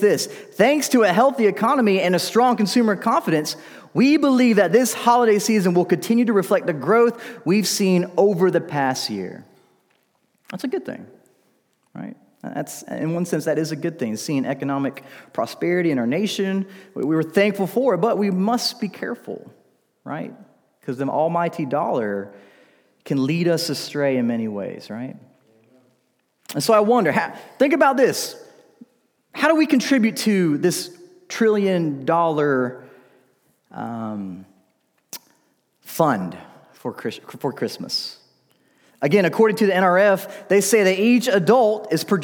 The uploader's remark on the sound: This message was delivered during the Sunday evening gathered worship service in December 2019 at Covenant Baptist Church, Valdosta, Georgia.